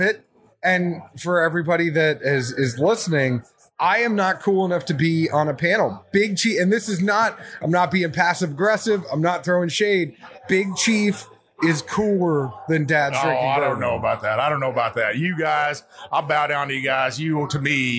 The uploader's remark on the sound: Makes his way through the 2021 Bourbon Festival in Bardstown Kentucky. Roadies, attendees and bourbon royalty shout out high praises.